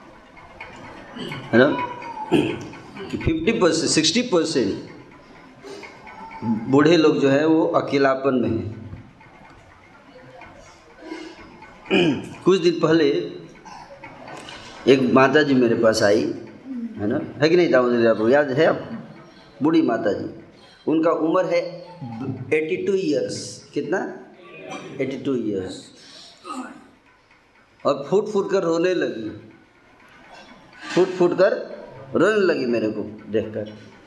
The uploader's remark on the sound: Occasion : Jagannath Puri Yatra 2020. Audience : Camp devotees.